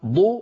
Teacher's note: الحرف الرابع عشر الضاد منضود، ما منضود، أنتقل من ميم مرققة إلى قرب مخرج الضاد، من غير إغلاق ضو، فلما أصل إلى صوت الضاد أضغط وأغلق المخرج منضو، فلما أقول ضو عندئذ يكون الإغلاق ويكون نطق الضاد المستعلية المطبقة المستطيلة